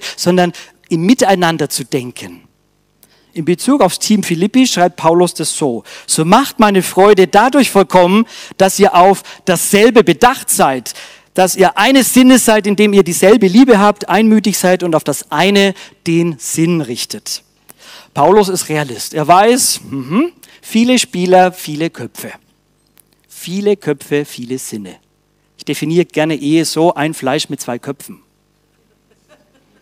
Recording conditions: large echoing room